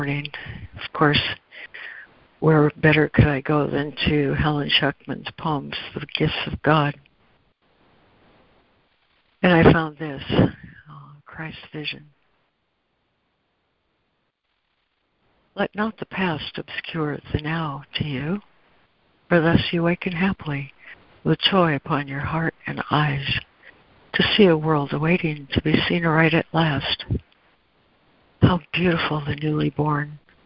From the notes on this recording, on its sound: ACIM Daily Conference Call.